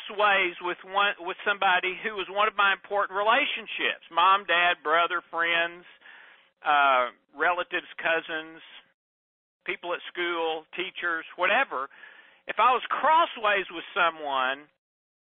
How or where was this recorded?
phone line